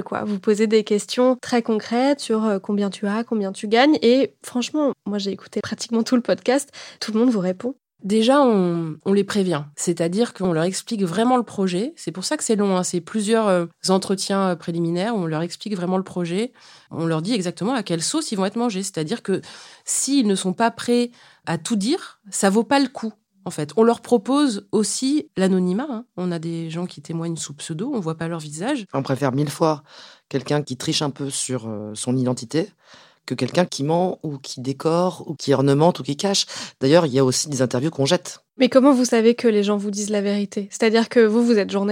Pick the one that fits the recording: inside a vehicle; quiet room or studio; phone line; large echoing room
quiet room or studio